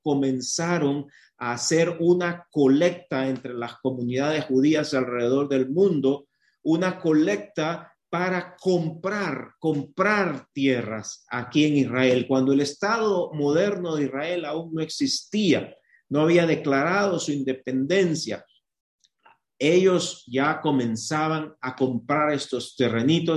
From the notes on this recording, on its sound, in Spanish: Éste episodio es la grabación del webinario zoom que contiene porciones en inglés y que originalmente fueron traducidas en vivo simultáneamente. La traducción no aparece en este episodio.